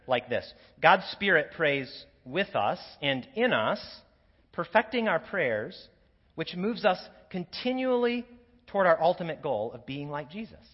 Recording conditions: large echoing room